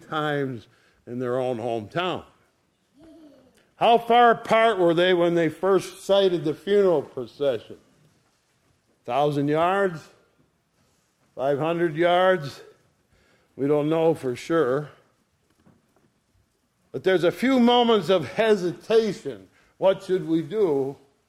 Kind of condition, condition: setting, large echoing room